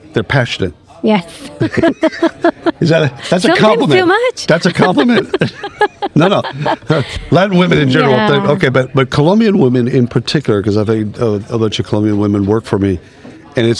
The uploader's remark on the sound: Live at the isolved Connect roadshow in Palm Springs. Live at the isolved Connect roadshow in Palm Springs.